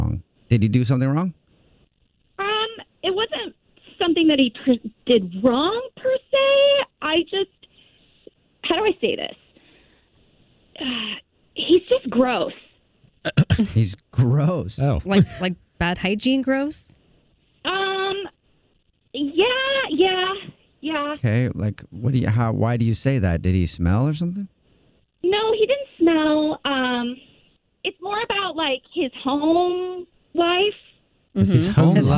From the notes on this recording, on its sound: called into The Jubal Show